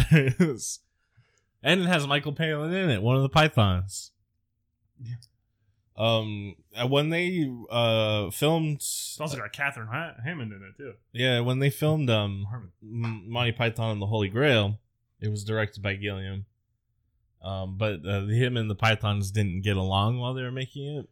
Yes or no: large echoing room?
no